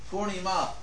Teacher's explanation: in terms of vowel lengths, it's actually long, short, long